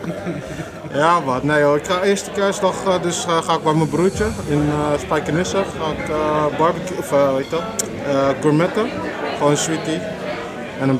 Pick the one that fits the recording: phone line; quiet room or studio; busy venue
busy venue